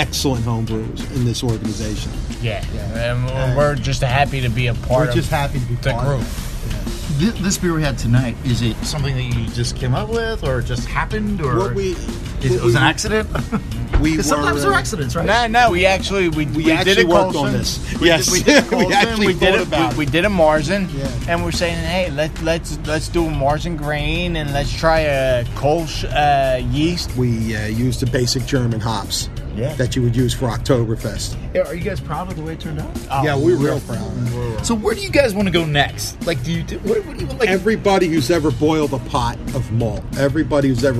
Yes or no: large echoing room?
no